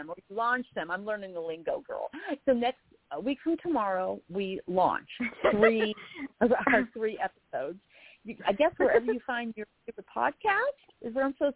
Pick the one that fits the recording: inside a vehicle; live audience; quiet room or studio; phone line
phone line